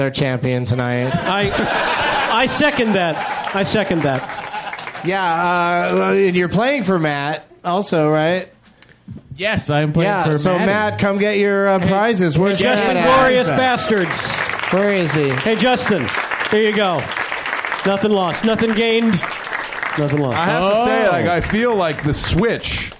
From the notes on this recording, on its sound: Recorded live at the UCB Franklin in Los Angeles, California.